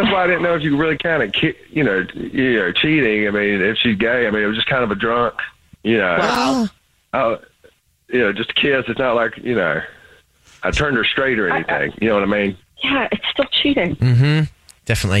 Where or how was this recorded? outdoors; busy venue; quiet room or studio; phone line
phone line